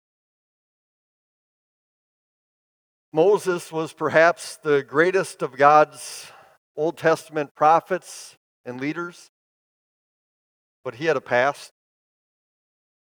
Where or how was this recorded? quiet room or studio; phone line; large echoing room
large echoing room